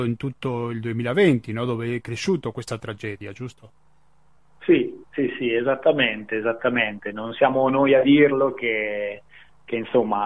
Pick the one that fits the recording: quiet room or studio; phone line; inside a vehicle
phone line